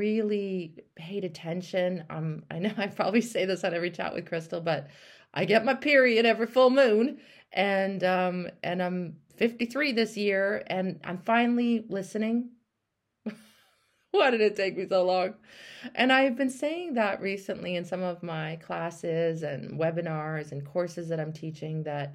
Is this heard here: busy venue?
no